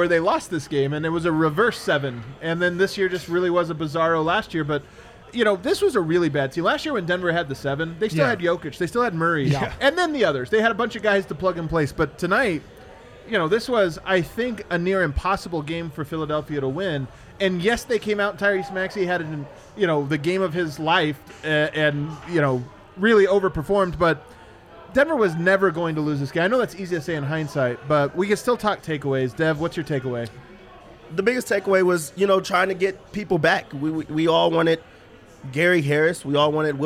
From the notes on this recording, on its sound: Live from the Winner's Lounge.